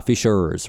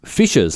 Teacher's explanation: In Australian, obviously, we don't have the rhotic R, the hard R sound that you would have, for example, in the United States. · Shown in: second take · So in America, you would say fishers with the R, fishers, right?